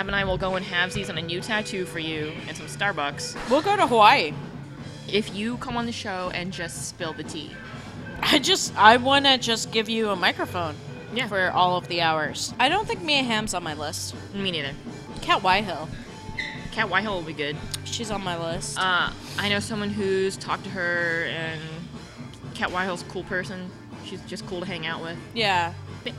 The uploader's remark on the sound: We're live! We recorded in the same bar for the first time since the first episode.